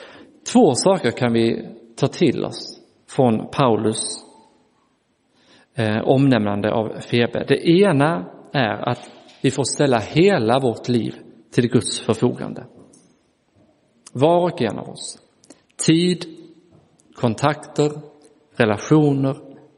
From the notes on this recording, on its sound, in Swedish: Inspelad i Roseniuskyrkan den 9 juli 2023